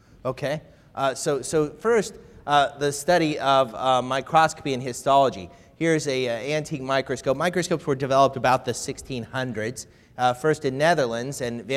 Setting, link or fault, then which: setting, live audience